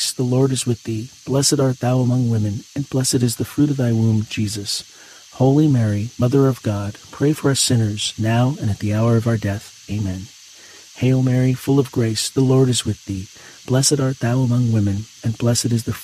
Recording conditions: sounds in the background